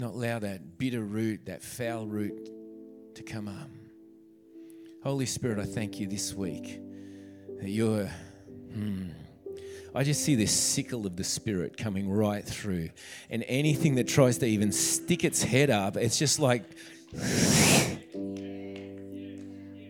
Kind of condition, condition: setting, large echoing room